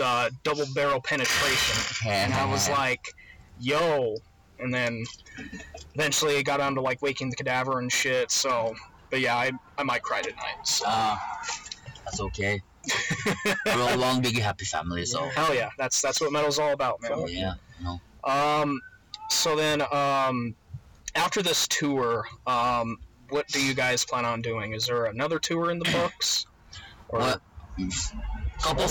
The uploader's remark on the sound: for some reason the audio came out really fucked up in this one, despite everything we tried the audio is still fucked, apologies!